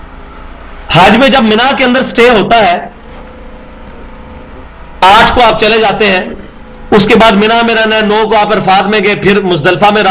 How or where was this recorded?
large echoing room